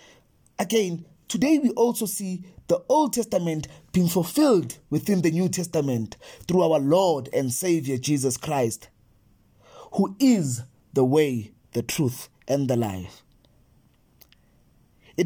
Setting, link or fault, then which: setting, large echoing room